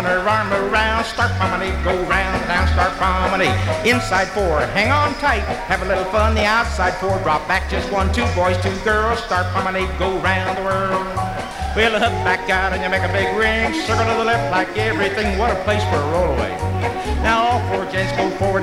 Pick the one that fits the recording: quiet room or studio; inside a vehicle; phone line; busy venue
busy venue